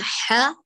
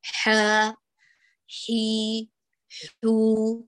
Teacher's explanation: الحاء المتحركة فيها زمن الحركة الواحدة، بينما الممدودة سنطيل الحركة إلى حركتان إذا كان ممدود ما الطبيعي، وإذا كان مدا شرعيا فعلى حسب المقدار.